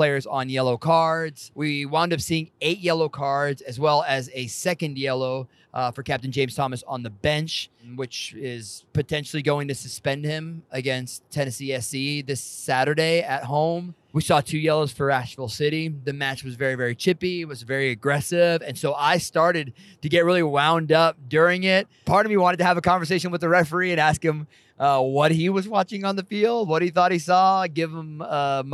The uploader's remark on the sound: Buckle up for this Car Take, literally, for we recorded it in the wee hours of Tuesday night as we wound our way through the mountains back home to the 865.